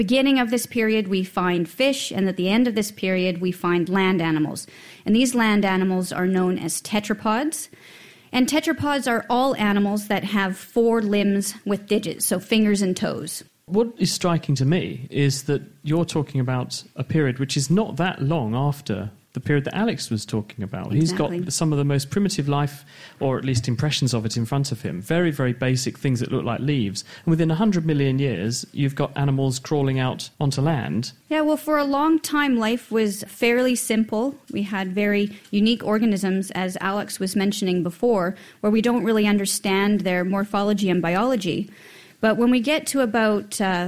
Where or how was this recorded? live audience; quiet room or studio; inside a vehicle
live audience